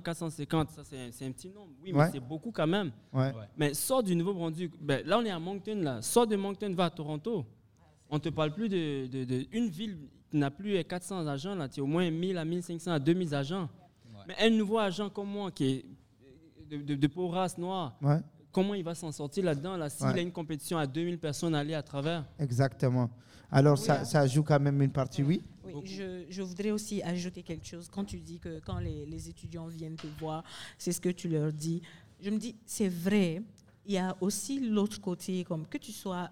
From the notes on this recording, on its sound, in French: Dans cet épisode enregistré en direct du bar Le Coude, à l’Université de Moncton.